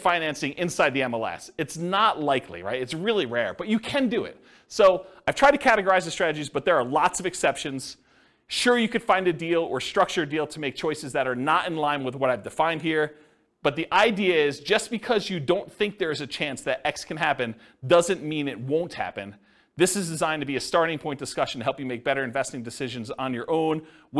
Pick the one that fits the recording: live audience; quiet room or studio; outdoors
live audience